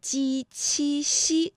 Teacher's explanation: 舌面的前部和硬腭的前部接触或者是接近构成了阻碍